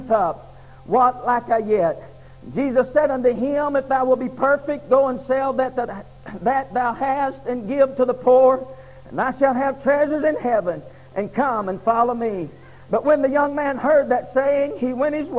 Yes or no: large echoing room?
yes